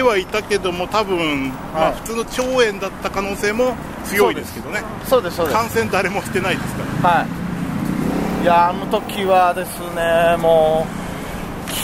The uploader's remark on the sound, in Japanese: 収録直後の帰り道で収録した収録後期をお届けします！